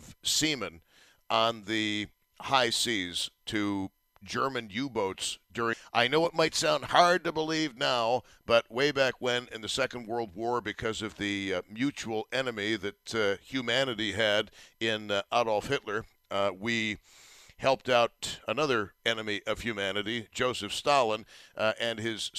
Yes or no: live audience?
no